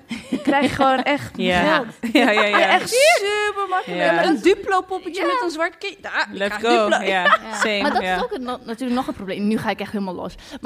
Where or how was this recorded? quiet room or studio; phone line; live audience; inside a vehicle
live audience